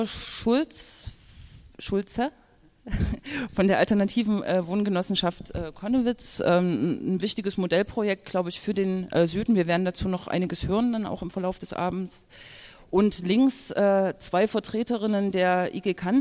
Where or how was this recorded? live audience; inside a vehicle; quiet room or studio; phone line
live audience